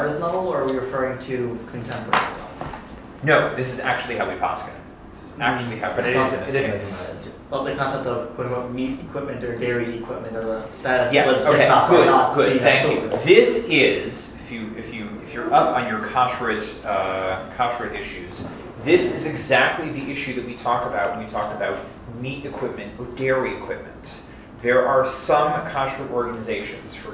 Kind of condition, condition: setting, live audience